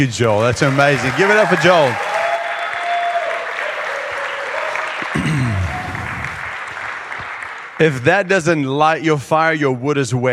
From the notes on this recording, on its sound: Saturday Evening Session of the 2023 Every Nation Campus Conference hosted by Every Nation Berlin